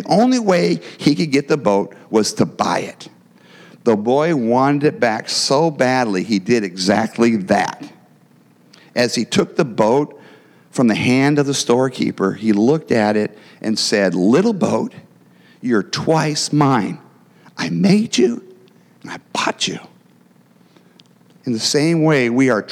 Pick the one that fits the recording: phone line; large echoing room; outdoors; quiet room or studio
large echoing room